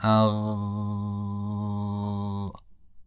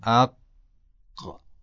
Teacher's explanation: اگر غین رو درست تلفظ بکنیم صدا کاملا قابل امتداد هست و با یک نرمی همراه خواهد بود، اما قاف اینطور نیست. اگر قاف رو به صورت ساکن تلفظ کنیم صدا قطع میشه و انسان یک حالت ضرب دار بودن رو در این حرف احساس میکنه · Shown in: second take